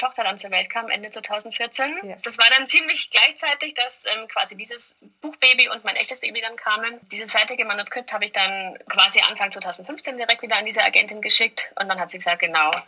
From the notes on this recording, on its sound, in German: Entschuldigt bitte, dass die Tonqualität leider nicht auf dem üblichen Niveau ist, da das Interview digital geführt und aufgenommen wurde.